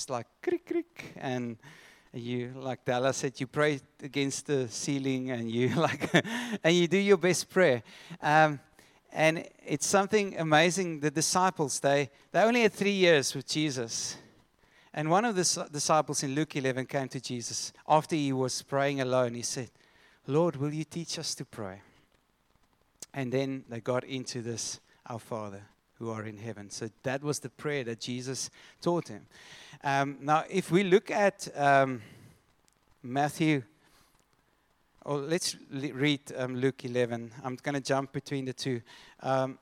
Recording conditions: large echoing room